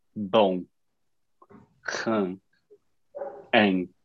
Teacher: You will not say bom or anything like that. It's going to be a nasalized vowel. So you will never close your mouth.